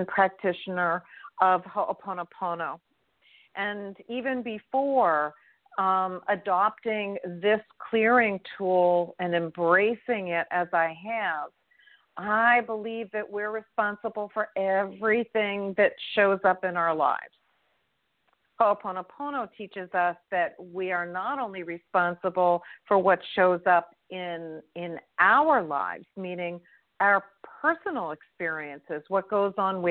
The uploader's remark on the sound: in response to callers' questions